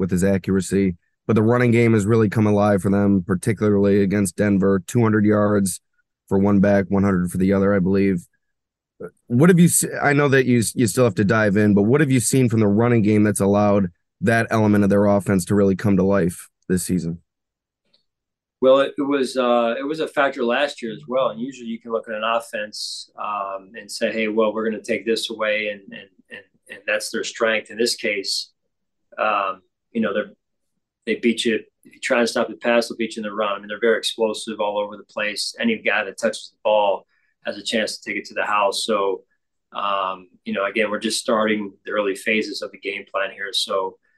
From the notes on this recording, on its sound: Speaks with the media via Zoom.